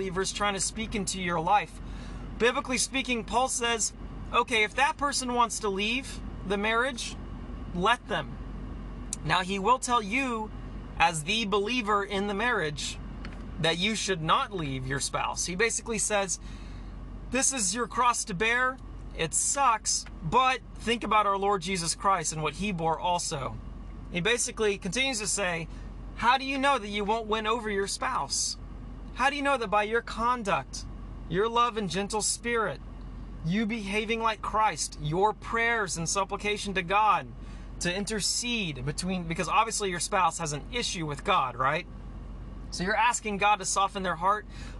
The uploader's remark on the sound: Sorry this was recorded in the car.